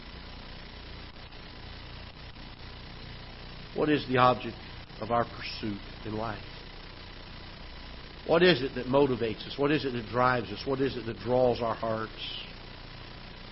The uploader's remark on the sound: Ketha Heights Baptist Church ~ Live Broadcast.